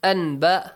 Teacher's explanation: As you're closing your lips, okay? Produce the sound from your nose. · Change the noon sound into a hidden meme sound.